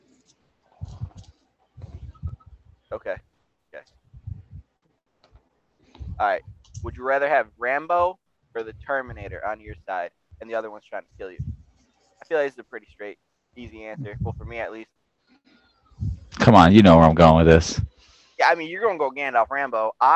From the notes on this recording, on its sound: Sorry about the audio, we had some technicality difficulties